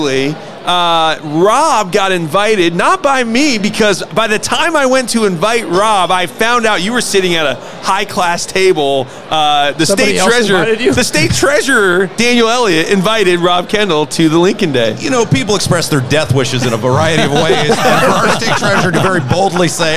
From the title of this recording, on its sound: Live from the Lincoln Day